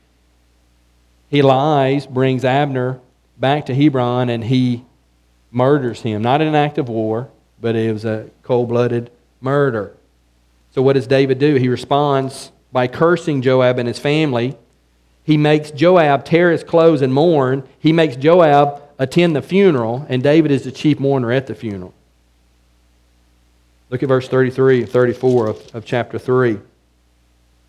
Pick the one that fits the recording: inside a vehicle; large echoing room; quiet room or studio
large echoing room